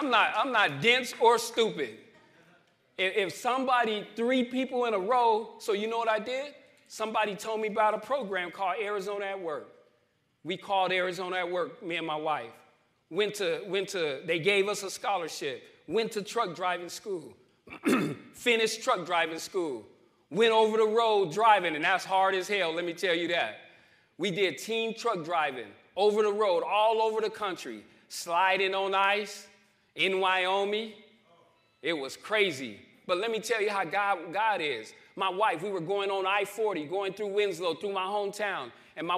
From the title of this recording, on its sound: New Freedom Recovery Church Live from New Freedom